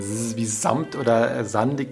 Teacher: es muss so ein stimmhaftes S mit dabei sein, also ein Zzz, wie samt oder sandig